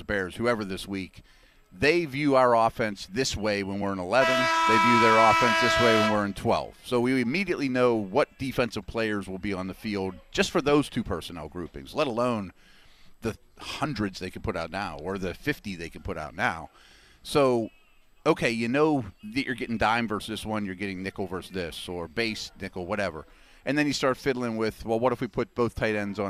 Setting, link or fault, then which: setting, busy venue